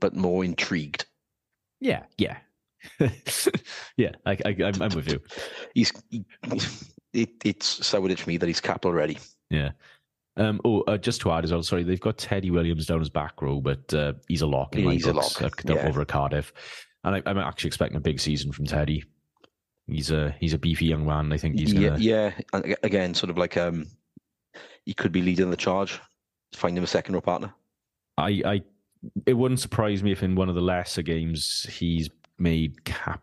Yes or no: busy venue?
no